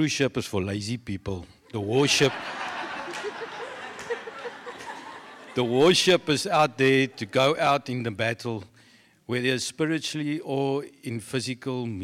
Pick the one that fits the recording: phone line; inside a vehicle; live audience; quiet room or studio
live audience